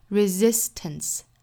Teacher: resistance 这个词里面第一个这个 s 呢应该是读 z resist 后面的这个 s 应该是轻的